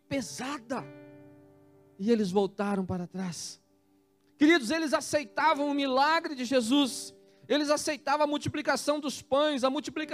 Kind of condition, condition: setting, large echoing room